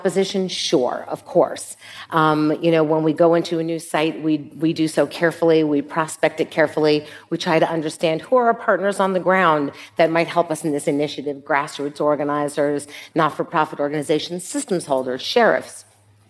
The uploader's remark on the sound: In this live conversation